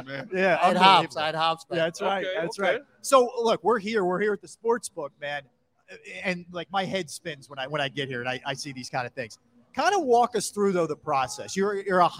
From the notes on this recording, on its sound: Philadelphia: Live From Ocean Casino Resort for the Grand Opening of The Gallery!